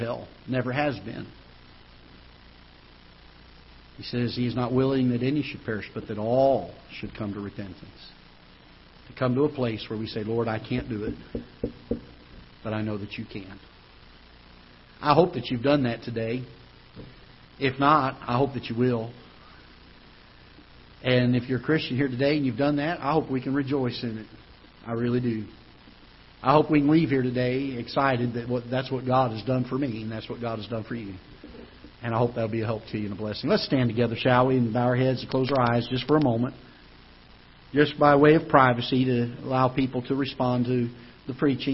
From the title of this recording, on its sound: Ketha Heights Baptist Church ~ Live Broadcast